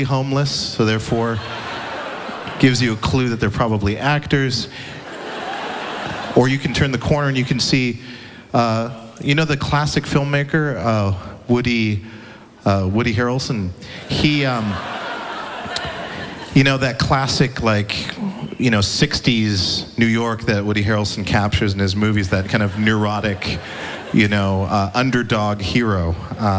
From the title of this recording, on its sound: Live At Central Park (2012)